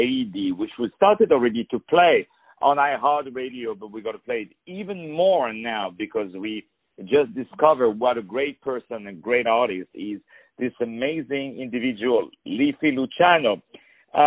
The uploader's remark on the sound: On the phone